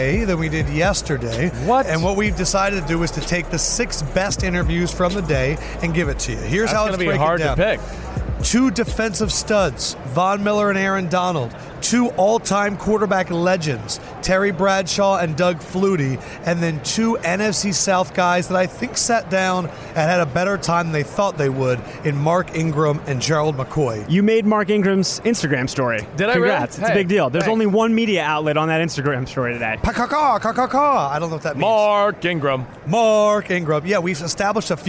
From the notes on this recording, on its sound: Radio Row Friday Special.